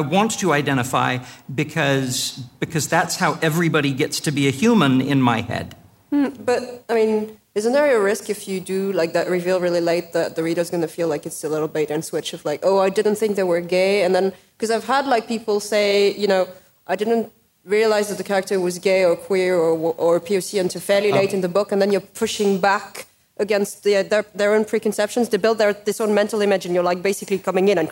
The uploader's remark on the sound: Recorded live at WXR 2017.